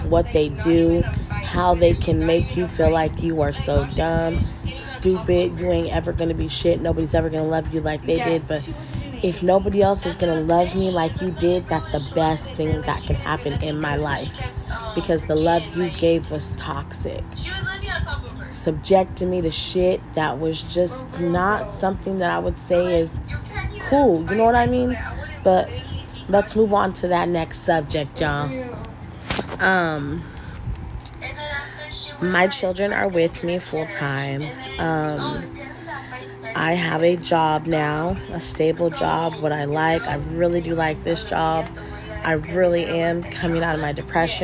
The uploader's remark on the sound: excuse all the background noise